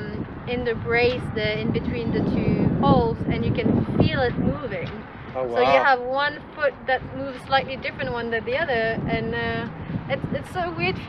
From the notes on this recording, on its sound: our podcast recorded in a makeshift sit-in area on the pier and among storage containers